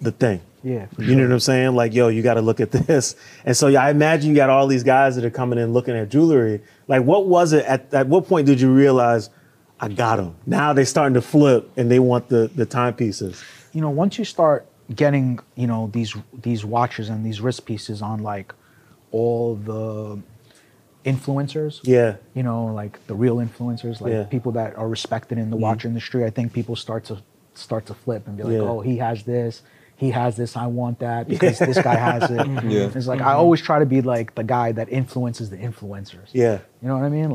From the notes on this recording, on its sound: Shot on location at Sotheby's Auction House during the exhibition opening for their annual Fine Watches Luxury Edit.